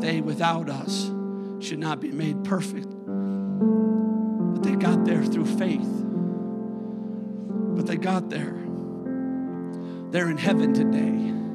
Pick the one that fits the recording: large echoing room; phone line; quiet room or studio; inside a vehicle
large echoing room